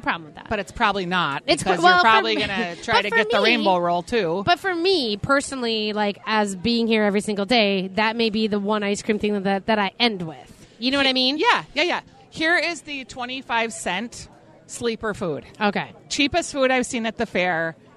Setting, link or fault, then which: setting, busy venue